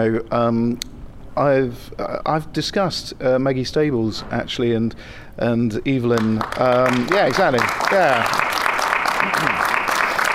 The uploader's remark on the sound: Chicago TARDIS 2015 Part 2. The Big Finish Podcast continues, live from Chicago TARDIS 2015!